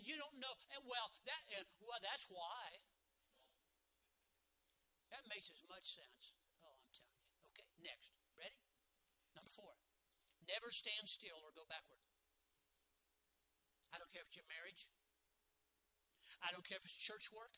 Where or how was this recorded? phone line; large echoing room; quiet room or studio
large echoing room